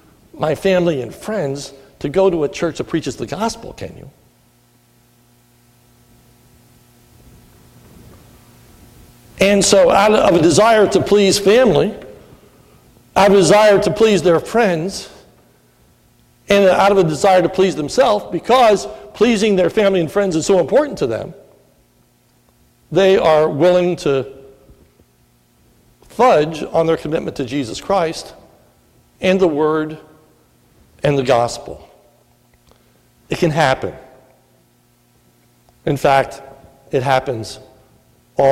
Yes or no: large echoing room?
yes